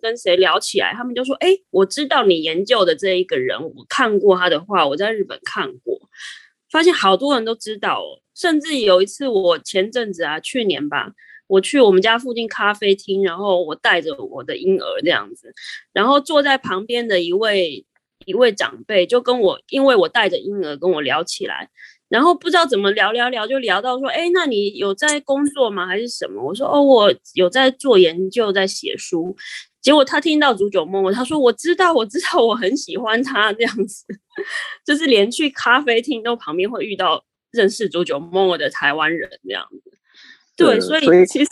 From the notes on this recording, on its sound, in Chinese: 本集採線上錄製